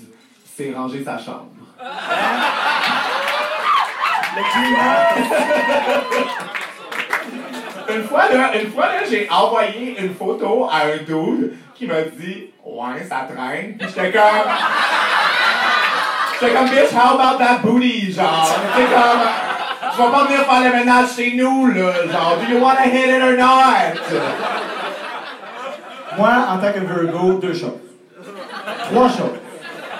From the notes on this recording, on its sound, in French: notre enregistrement live devant pubis